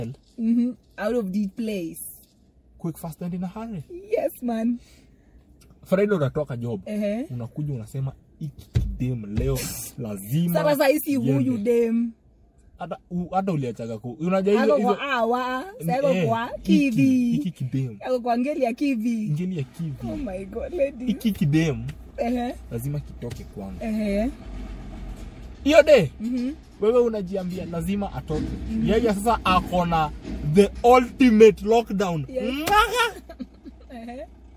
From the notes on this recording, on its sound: a conversation in the car